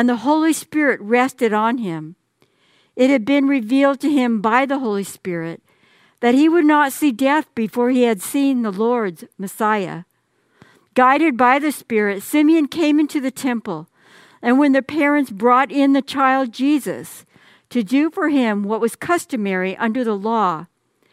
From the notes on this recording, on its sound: Message on the First Sunday of Christmas is delivered during the Traditional Worship Service. San Marino Community Church.